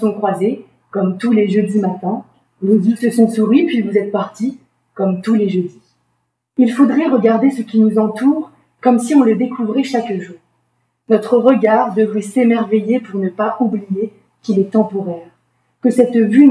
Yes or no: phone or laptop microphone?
yes